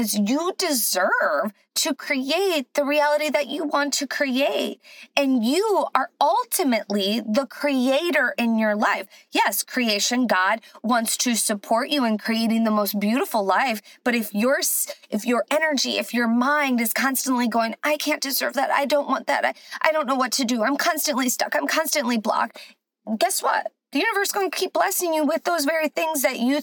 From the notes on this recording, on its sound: Join me from my car